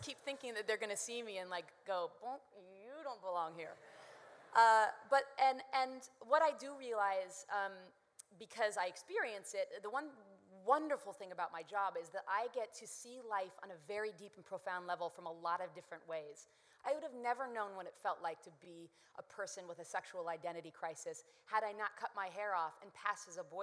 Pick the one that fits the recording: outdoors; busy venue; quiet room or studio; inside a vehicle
busy venue